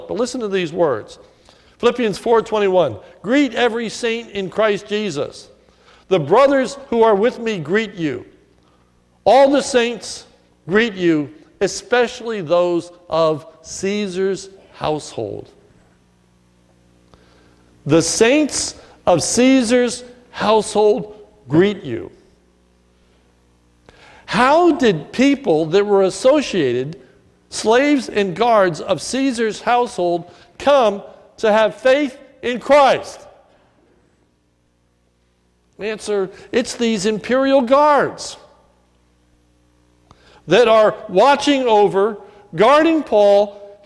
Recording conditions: large echoing room